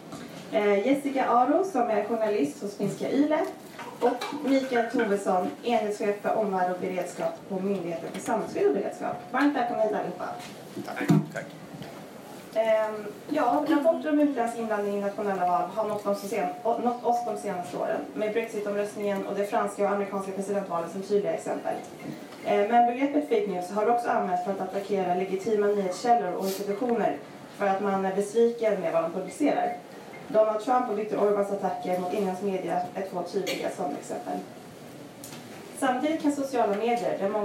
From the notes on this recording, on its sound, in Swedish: Lyssna på analyser från vårt seminarium i Almedalen (därav helikopterljud i bakgrunden).